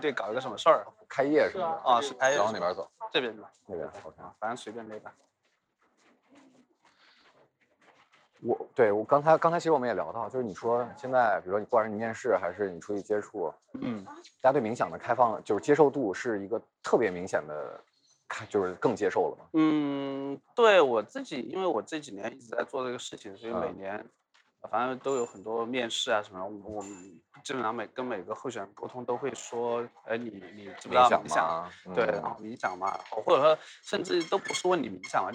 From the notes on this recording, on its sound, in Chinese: 我去广州出差的间隙。来边溜达边唠嗑。但因为所走的路径信号干扰非常强，原始版本的录音效果非常差，有非常多的电流声。这期播客的听感还是有一些瑕疵。从广州的东山口开始。专挑人迹罕至的小巷子里走。